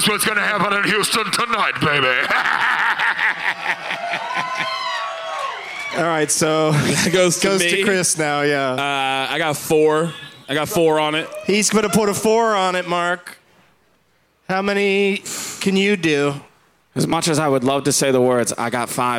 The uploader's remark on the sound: Live from Whatever Fest in Houston